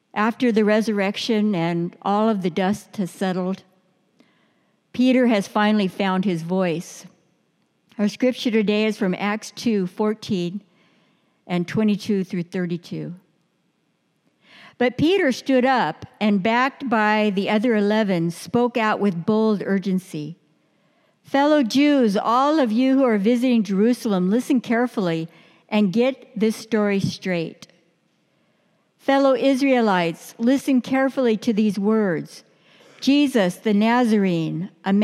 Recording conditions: large echoing room